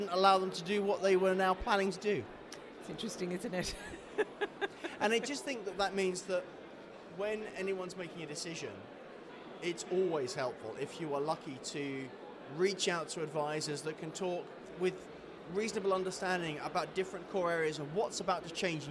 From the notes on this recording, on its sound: we took the podcast on the road to the AIPPI World Congress in Istanbul